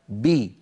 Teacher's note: وإن كانت الباء مكسورة، خرجت بالتباعد بين طرفي عضو النطق اللذان هما الشفتان، وصاحب ذلك انخفاض قليل للفك السفلي وارتفاع لوسط اللسان